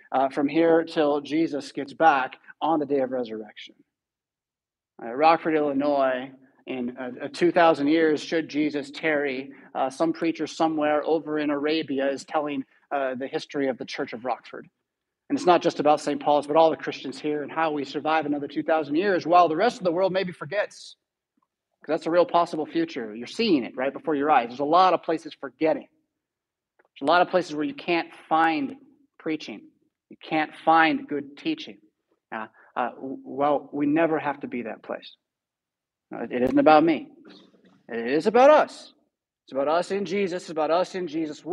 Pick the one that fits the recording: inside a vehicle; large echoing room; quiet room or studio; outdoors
large echoing room